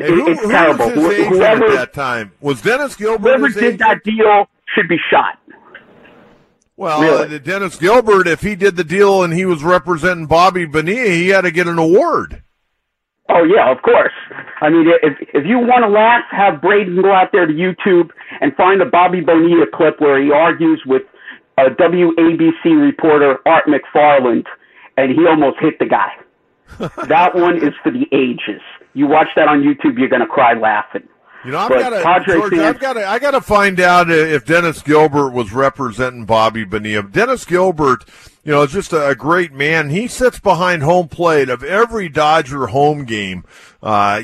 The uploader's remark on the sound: 97.3 The Fan. Fans call in to react to the interview.